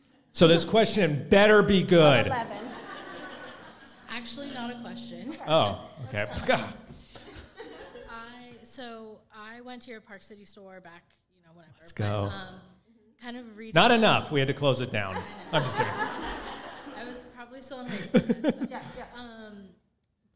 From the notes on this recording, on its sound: Enjoy the first ever live podcast recording from our event on December 23, 2022!